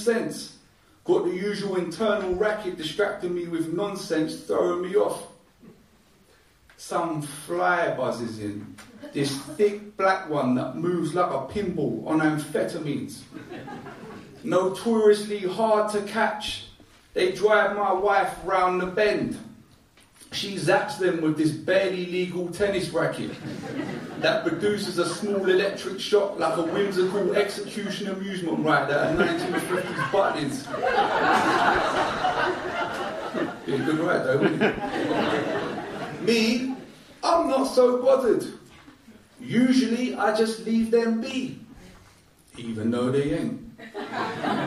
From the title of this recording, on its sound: Live at Poetry and Poppadums